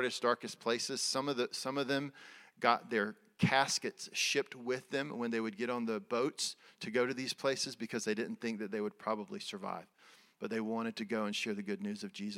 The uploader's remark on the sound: Recorded at Resurgent Church in Atlanta, GA in February 2023.